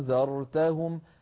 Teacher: نطقها بين الهمزة المحققة وبين الحرف المد المجانس لحركتها، هنا مفتوحة أنذرتهم، هذا الصوت هو في الحقيقة همزة لم ينغلق عندها الوتران الصوتيان كمال الانغلاق، بل ابتعدا عن قليلا فتسرب الصوت قليلا من بين الوترين، أنذرتهم. · Term: الهمزة المسهلة